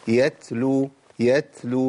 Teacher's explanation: يتلو المفروض أنه ما يسمعش بشكل كبير لأن هو الهمس هنا ضعيف · Term: همس التاء